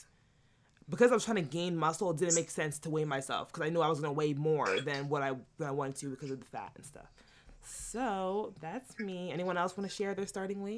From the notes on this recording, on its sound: Sorry about the sound